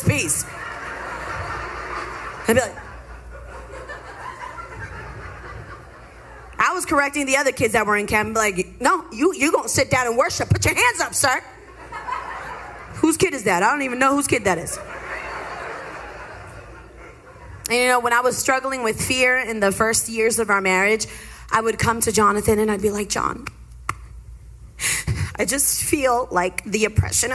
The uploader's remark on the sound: LIVE in Hobbs, New Mexico